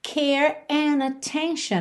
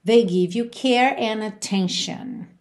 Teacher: Atenção que ele juntou and com attention pela letra N